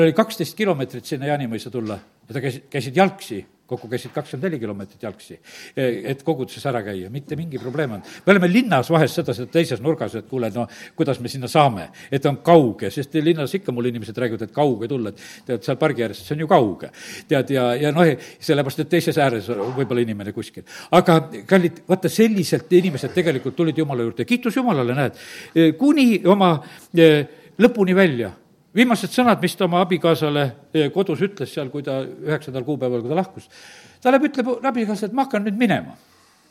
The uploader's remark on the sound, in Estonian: Audio salvestus koosolekult.